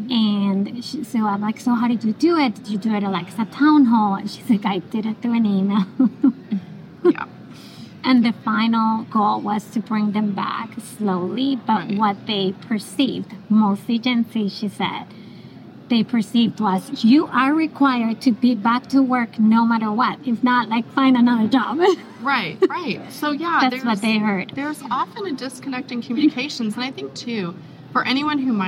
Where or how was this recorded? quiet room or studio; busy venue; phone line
busy venue